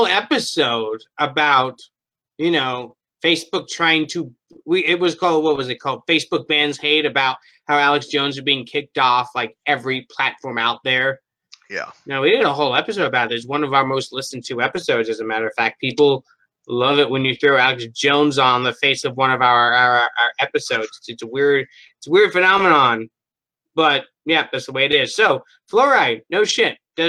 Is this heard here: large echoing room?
no